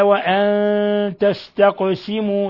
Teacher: قوله تعالى وأن تستقسموا، تاء نون ساكنة جاء بعدها التاء إخفاء حقيقي، ثم قاف تقلقل، القاف ساكنة تقلقل لأنها من حروف قطب جد